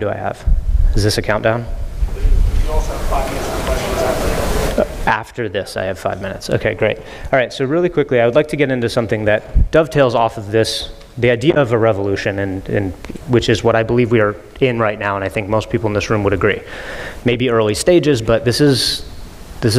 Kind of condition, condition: setting, live audience